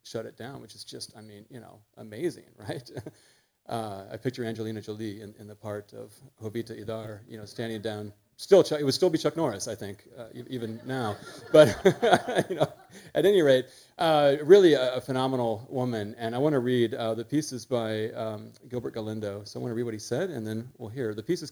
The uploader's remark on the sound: Live from Symphony Space in Manhattan.